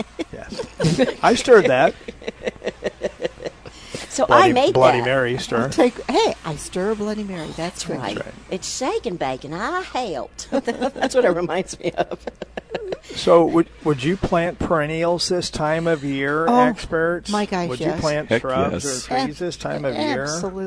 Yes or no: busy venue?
yes